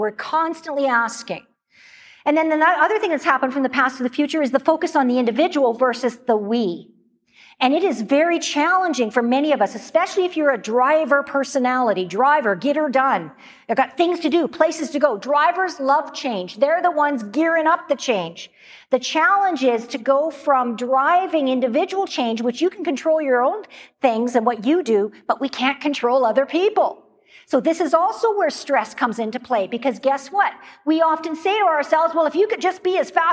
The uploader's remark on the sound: Live Excerpt. This episode is from a video clip of a recent keynote.